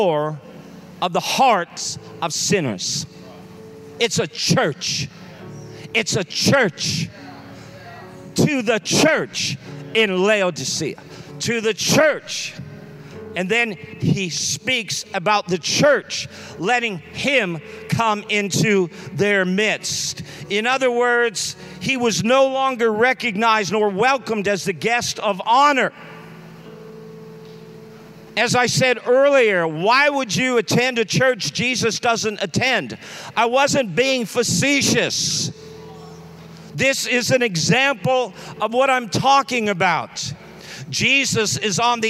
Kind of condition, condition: setting, large echoing room